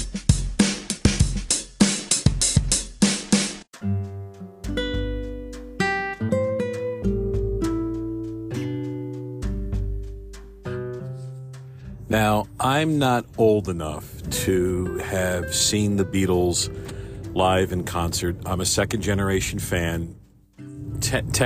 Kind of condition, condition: setting, inside a vehicle